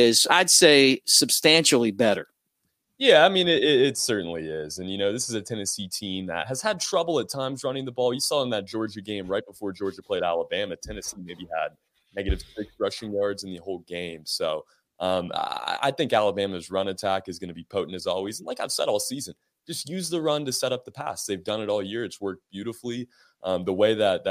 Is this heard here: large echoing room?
no